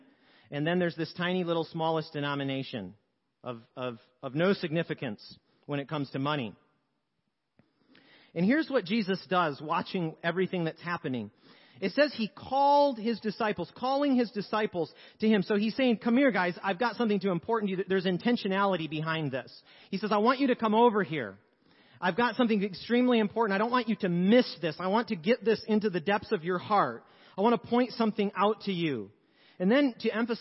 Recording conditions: large echoing room